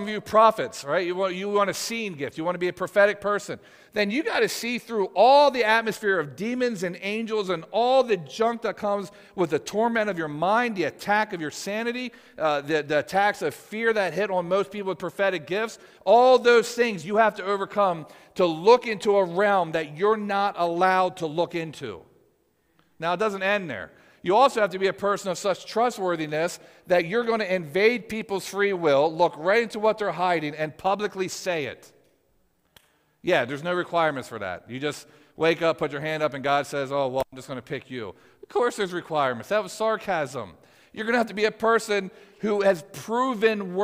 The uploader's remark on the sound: Audio from PFFM's Live Prophetic Service on March 31st, 2023!